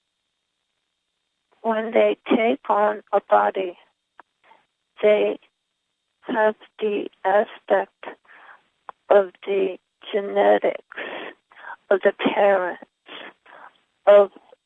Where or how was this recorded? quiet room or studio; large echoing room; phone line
phone line